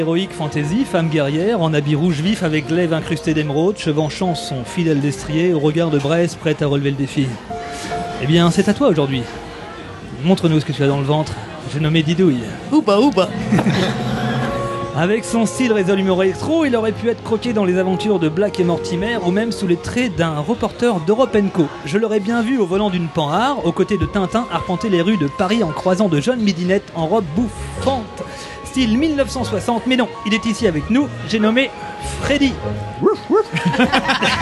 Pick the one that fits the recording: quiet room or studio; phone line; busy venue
busy venue